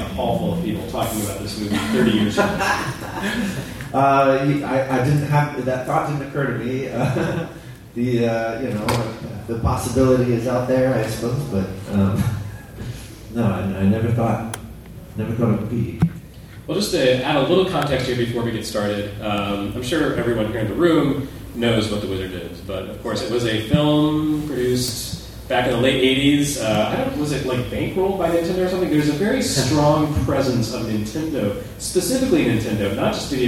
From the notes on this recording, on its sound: Live from Super FamiCon